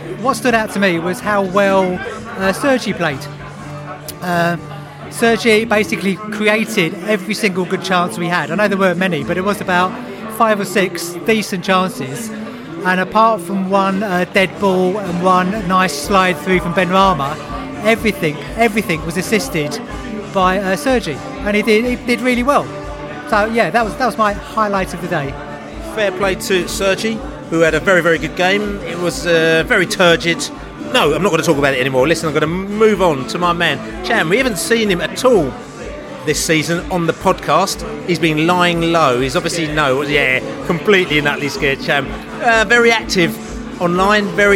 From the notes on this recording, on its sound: Barnsley pre-match podcast from the pub.